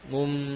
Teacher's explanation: Seperti pula apa, seperti juga nun bertemu ba, maka tidak lagi dibaca dari ujung lidah, namun pada apa, bibir · Term: iqlab